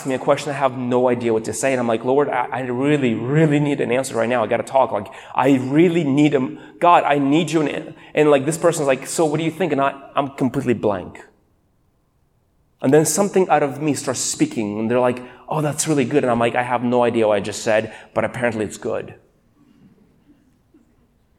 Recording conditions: large echoing room